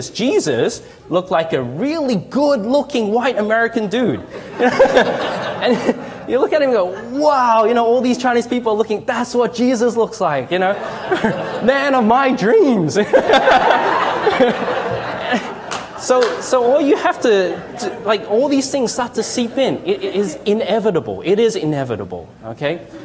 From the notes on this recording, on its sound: Delivered this message at LHIM ‘s annual 2017 Kingdom Fest. Delivered this message at LHIM ‘s annual 2017 Kingdom Fest.